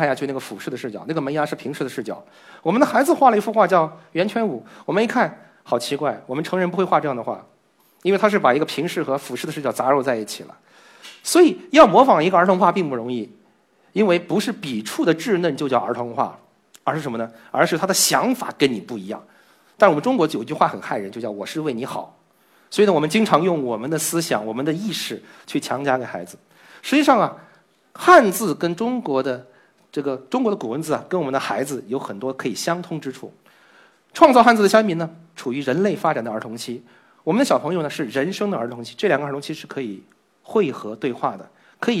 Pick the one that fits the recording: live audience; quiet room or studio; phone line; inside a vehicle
live audience